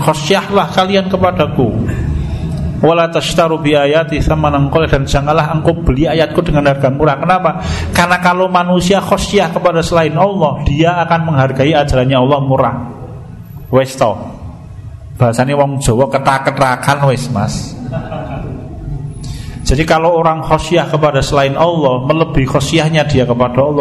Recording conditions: large echoing room